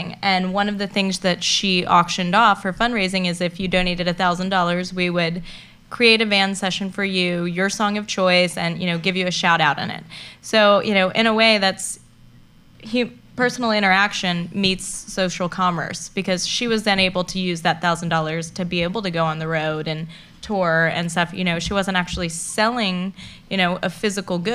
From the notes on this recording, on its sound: SF MusicTech Summit X - February 13, 2012 - Panel Discussion